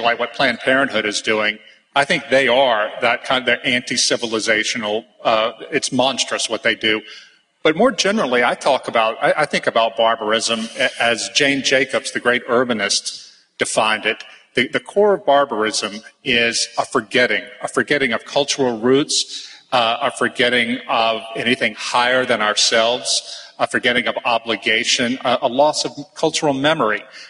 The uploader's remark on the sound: at the ERLC's 2015 National Conference for a panel discussion